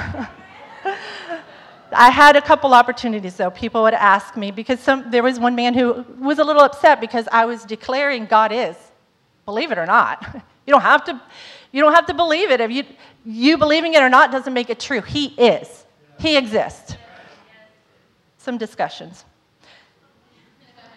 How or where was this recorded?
large echoing room